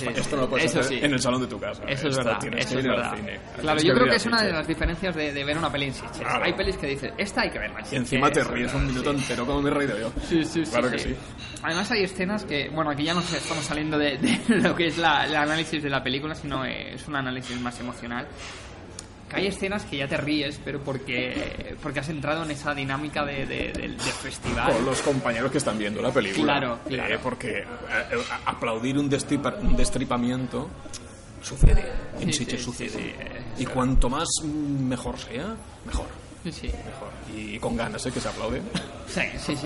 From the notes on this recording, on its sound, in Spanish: Sitges Film Festival. Tendréis que disculpar el sonido de ambiente, ya que grabamos en riguroso post-pase, sentados en uno de los bares de Sitges.